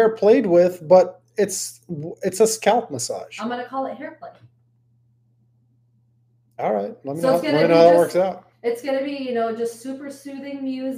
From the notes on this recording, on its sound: FML, another episode where the mics didn't connect for whatever reason and the sound is unclear.